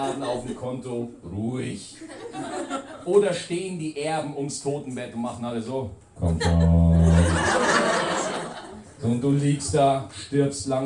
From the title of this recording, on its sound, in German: ein Auftritt aus dem Mad Monkey Room